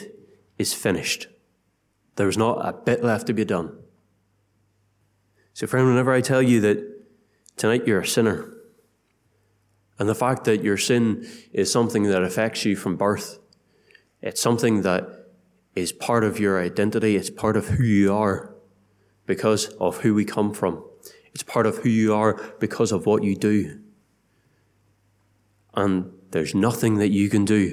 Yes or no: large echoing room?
yes